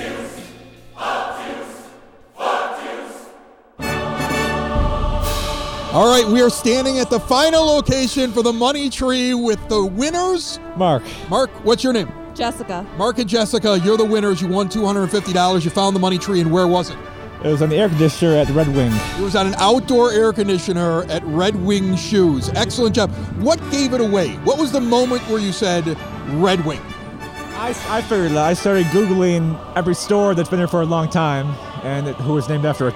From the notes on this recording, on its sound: We brought our microphone to the first-ever EPCC Money Tree Hunt. Captured an amazing race between neighbors trying to find $250.